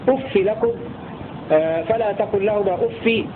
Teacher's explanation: والباقون يقرؤون بكسر الفاء من غير تنوين